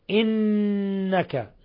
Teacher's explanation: تعلم ما في نفسي ولا أعلم ما في نفسك، قوله تعالى ولا أعلم مد منفصل، ومد من 4 إلى 5 حركات. إنك نون مشددة تغن مقدار حركتين